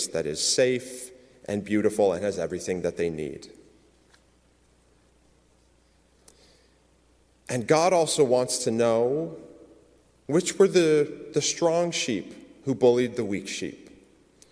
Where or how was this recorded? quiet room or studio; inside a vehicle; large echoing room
large echoing room